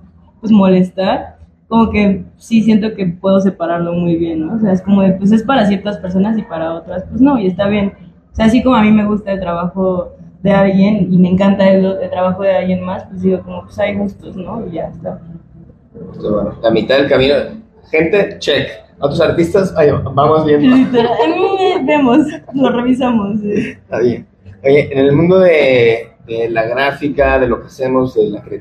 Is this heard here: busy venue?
yes